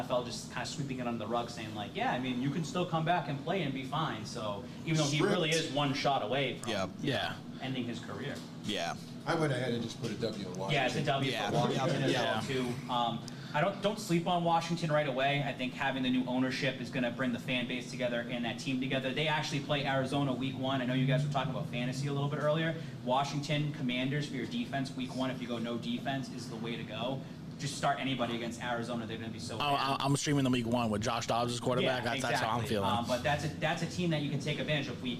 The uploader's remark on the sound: Boston Power Hour LIVE at Brockton Beer Company!